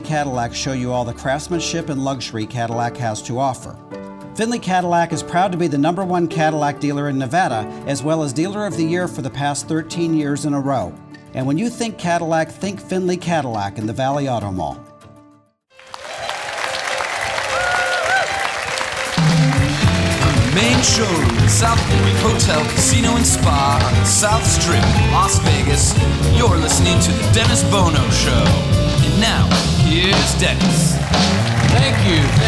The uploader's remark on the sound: Live at the SouthPoint Casino